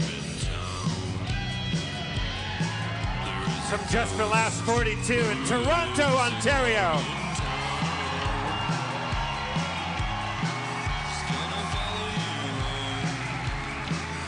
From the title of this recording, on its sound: Live At JFL Toronto 2016